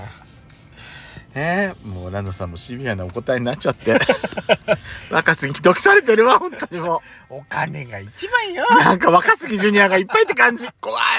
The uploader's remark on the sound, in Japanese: パーキング収録